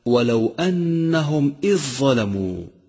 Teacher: فتأمل كيف دخل الحرف الضعيف وهو الذال بالحرف القوي وهو الظاء